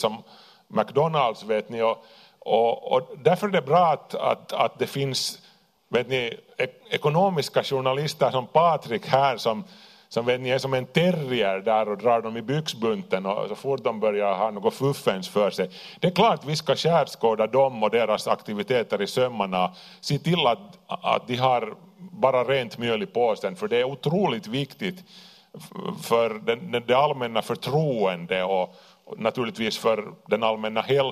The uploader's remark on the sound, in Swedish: Livepodd inspelad på Tölö gymnasium.